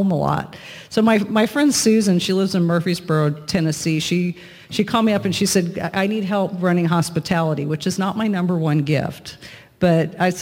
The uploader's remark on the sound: Recorded at The Gathering Church in Moravian Falls, NC.